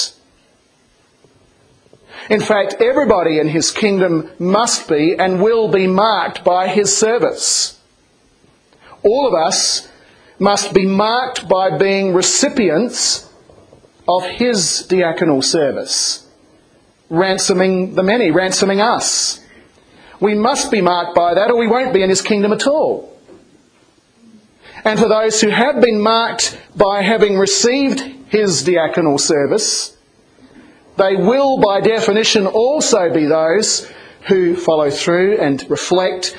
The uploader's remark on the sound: this was a sermon preached in 2007 07 29 in the Am service.